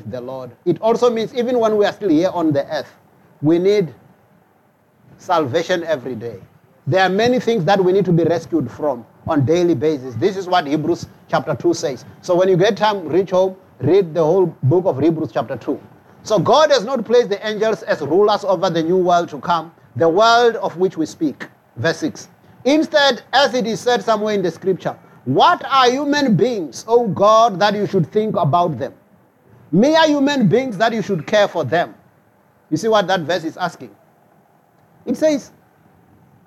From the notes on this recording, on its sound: preached at Jesus the Saviour Church, 185 Bobs Way, Eersterivier, Cape Town on 12 November 2023